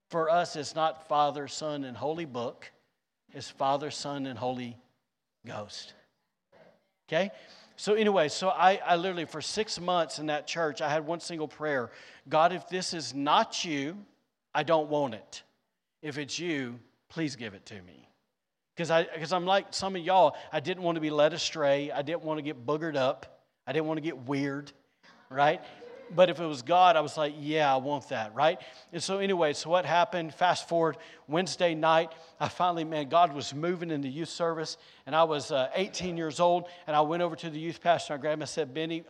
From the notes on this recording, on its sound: recorded on Sunday, May 21st, 2023, during service at The Anchor Church in Rockport, Maine